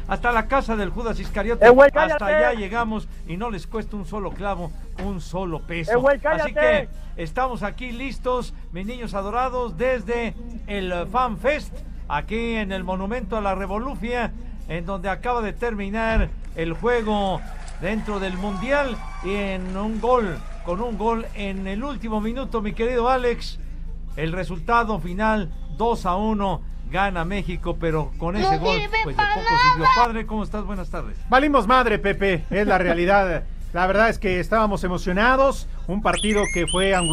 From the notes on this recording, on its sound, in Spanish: Espacio Deportivo de la Tarde desde el FanFestival de la Ciudad de México.